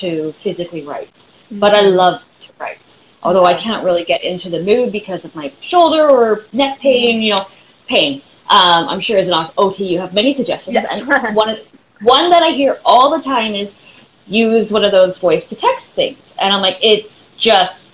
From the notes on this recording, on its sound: This conversation originally took place as an Instagram Live discussion in March 2022.